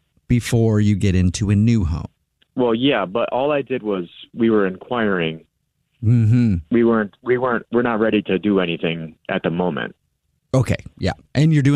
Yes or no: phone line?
yes